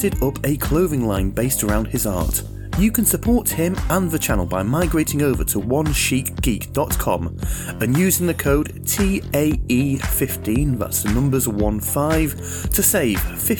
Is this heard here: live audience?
no